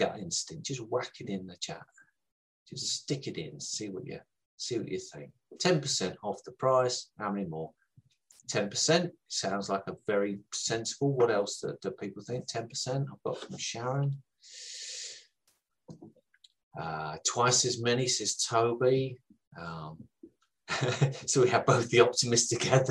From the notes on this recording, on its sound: Our podcasts are usually recorded live at our weekly online meetings and broadcast around the world! Over at Profitable Pain-Free Property 2021.